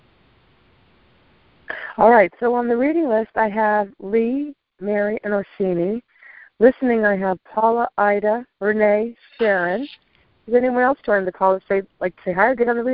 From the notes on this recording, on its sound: ACIM Daily TEXT Conference Call.